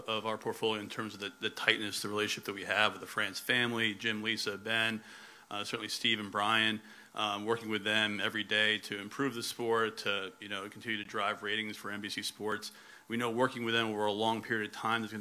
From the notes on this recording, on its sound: Hosted a press conference in Nashville.